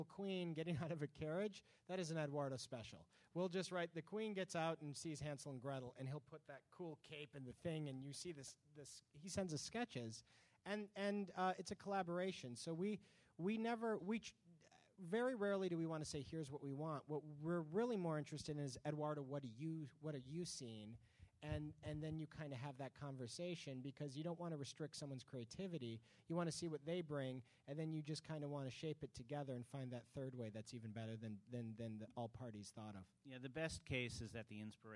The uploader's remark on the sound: Recorded at ATX Television Festival. Recorded at the Alamo Drafthouse in Austin, TX.